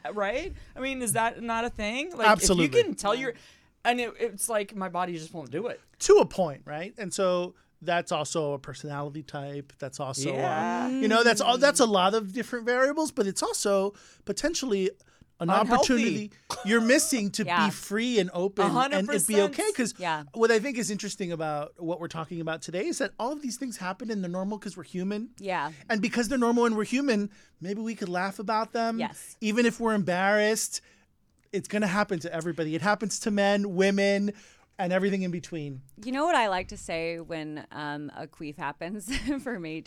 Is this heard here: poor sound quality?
no